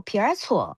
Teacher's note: 在杭州方言当中很多的儿化音，它的这个儿它是要发出来的。